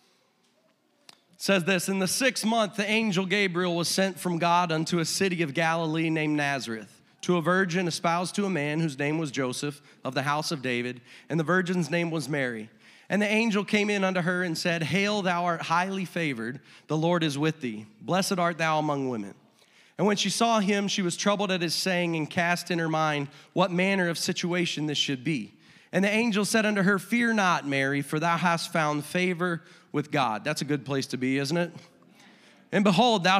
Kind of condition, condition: setting, large echoing room